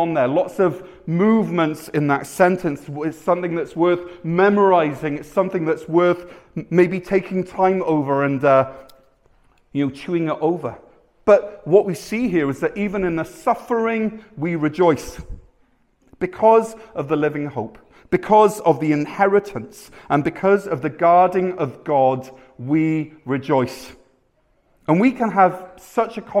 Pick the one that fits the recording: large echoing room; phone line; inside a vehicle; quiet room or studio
large echoing room